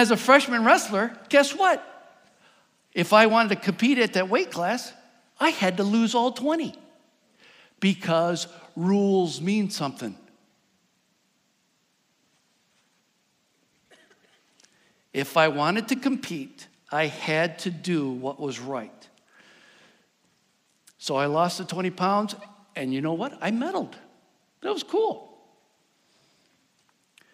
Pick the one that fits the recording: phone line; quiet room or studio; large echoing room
large echoing room